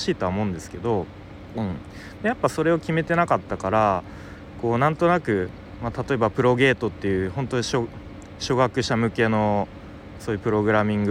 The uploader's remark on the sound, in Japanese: 外で収録したので音が悪いかもしれません